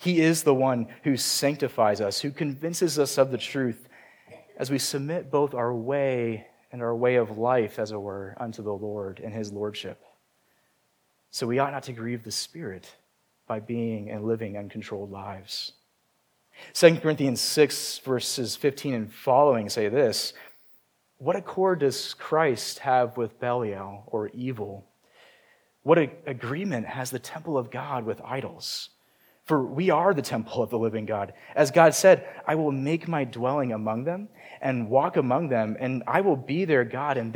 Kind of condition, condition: setting, large echoing room